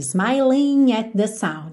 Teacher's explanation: esse smiling não há tempo realmente para fazer esse ing caprichadinho